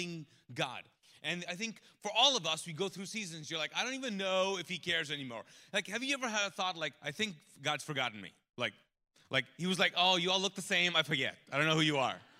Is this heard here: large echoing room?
yes